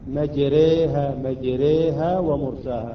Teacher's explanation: حفص فقط عنده في هذا المكان الألف يميلها إلى الياء · Term: إمالة كبرى